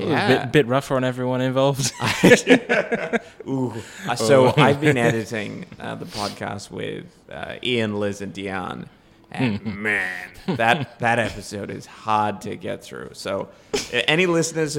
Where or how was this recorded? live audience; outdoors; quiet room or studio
live audience